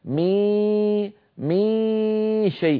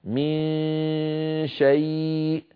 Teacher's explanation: لاحظوا بأن الغلبة لصوت الخيشوم، يعني بعض إخواننا مثلا أسمعهم يقولون مي شيء، يكاد ينطق شيء من صوت الياء عندما يخفي النون عند شين · Shown in: first take · مي، فالآن يخرج صوتان: غنة من الخيشوم لها الغلبة والهيمنة، وصويت من الفم بسبب أن مخرج الشين مفتوح ليس فيه انغلاق للمخرج، فيبقى صويت.